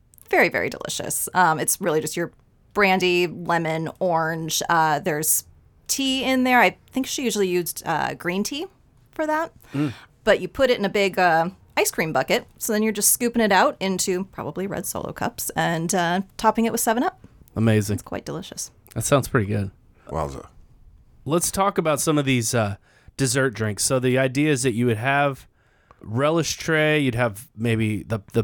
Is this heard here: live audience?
no